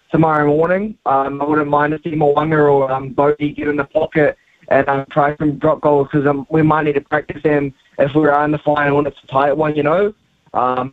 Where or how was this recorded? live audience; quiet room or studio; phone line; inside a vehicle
phone line